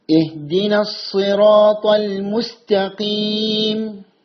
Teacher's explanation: താഇനെ കനപ്പിക്കാതിരിക്കുക, കട്ടി കുറച്ച് ഉച്ചരിക്കേണ്ടതാണ്.